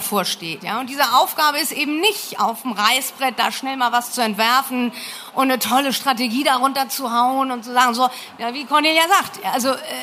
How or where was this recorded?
busy venue